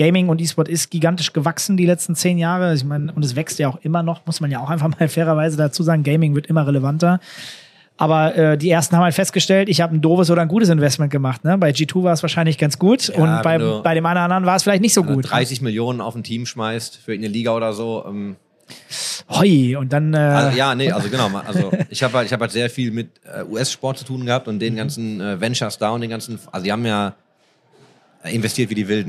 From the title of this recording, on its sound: Live at IEM